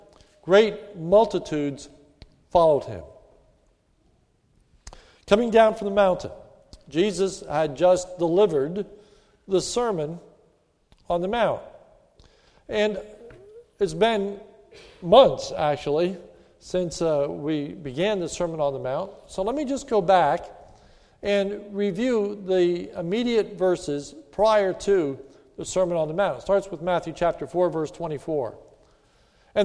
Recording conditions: large echoing room